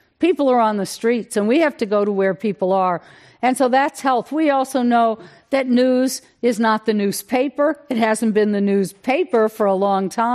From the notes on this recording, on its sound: This program was recorded in front of a live audience at The Commonwealth Club of California in San Francisco on March 3rd, 2020.